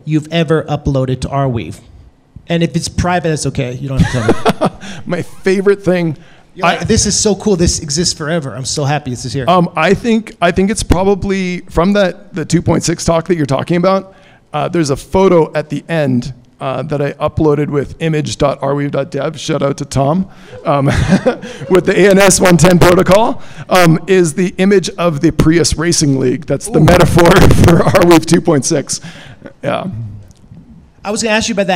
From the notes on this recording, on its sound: Live at ETH Denver. This week's episode comes to you live from Arweave Day at ETH Denver, recorded in front of a live audience at the Woodside Brewery.